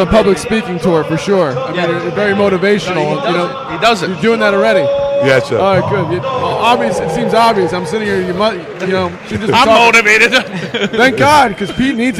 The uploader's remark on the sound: recording live from Barclay's Center in Brooklyn